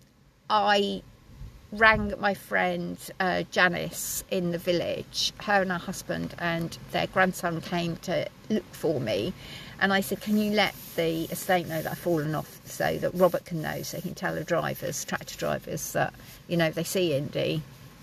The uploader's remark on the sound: audio quality not the usual standard as was in my truck as the wind and rain howelled around us so apologies